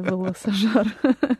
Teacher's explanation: a nice Russian velarized L there